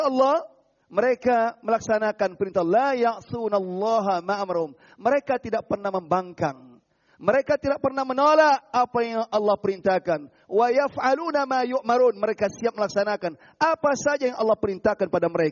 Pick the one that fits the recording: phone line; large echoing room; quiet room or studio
large echoing room